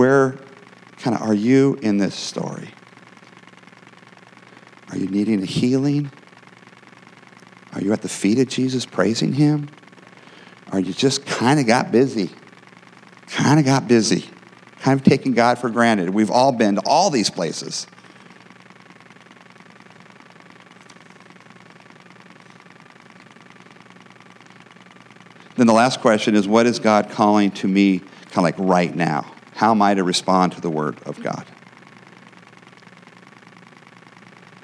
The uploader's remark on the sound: the gospel preached at our church on Sunday